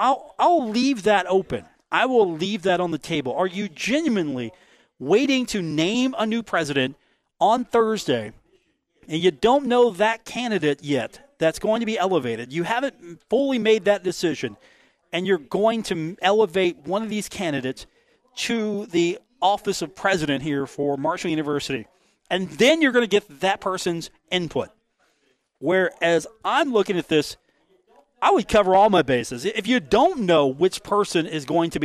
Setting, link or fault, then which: setting, busy venue